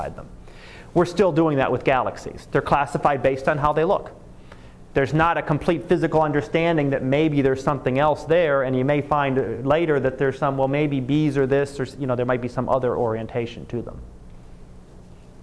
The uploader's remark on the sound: Live Class Lecture